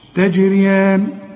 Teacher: لكن الجيم هنا لازم تقلقل وتعطش